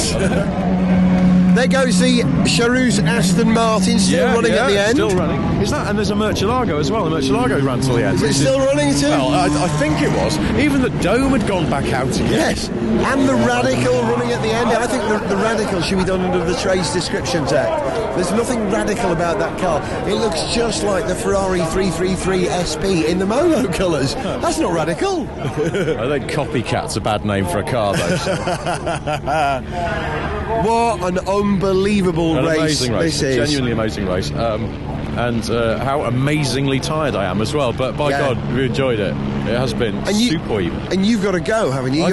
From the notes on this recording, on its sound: Stay awake for almost the entire race distance of the 76th running of the Le Mans 24 hours. The atmosphere, sounds and smells trackside from start to finish.